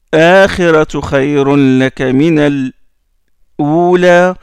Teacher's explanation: une pause silencieuse entre le lam et le hamza